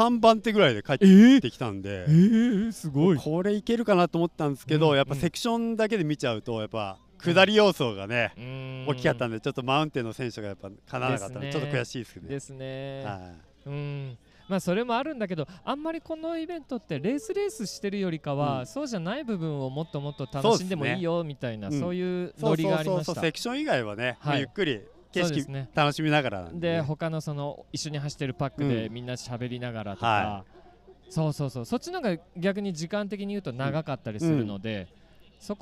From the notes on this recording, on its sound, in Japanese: 収録地： 長野県北安曇郡白馬村 Grinduro Village。収録機材： ZOOM F3 (レコーダー)、AKG D5, C3000B（マイク）。